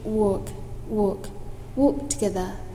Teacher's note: 英音中是 walk o 的音是非常靠后的，你可以听一下 o 很紧张，而且呢是一个后元音 · 这个 K 可以失去爆破